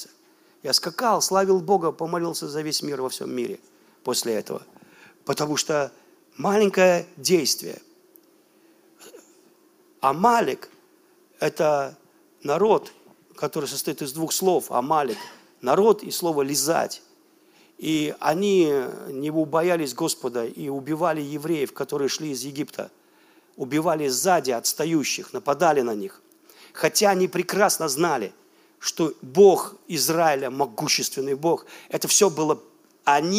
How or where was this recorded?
large echoing room